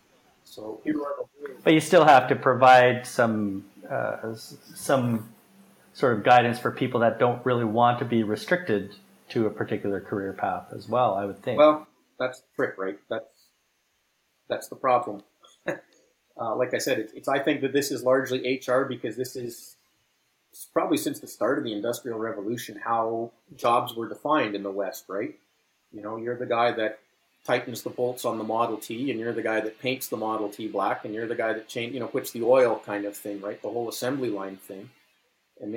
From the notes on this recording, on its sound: When it comes to audio issues...sorry about that, westerners.